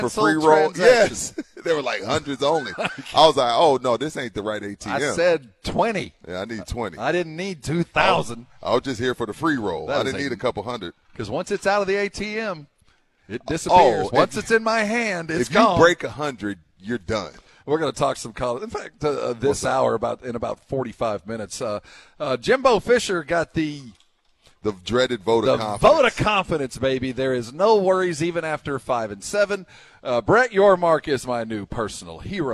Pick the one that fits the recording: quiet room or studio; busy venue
busy venue